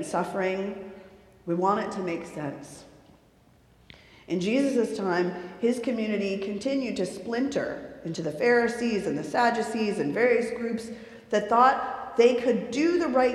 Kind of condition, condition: setting, live audience